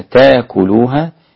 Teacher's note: إبدال الهمزة هذه ألفا للإمام السوسي عن أبي عمرو